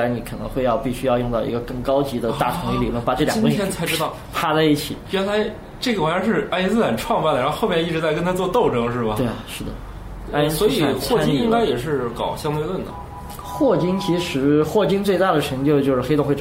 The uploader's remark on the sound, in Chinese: 本期节目为在张大妈办公区用录音笔录制，可能有街道上的杂音，请见谅。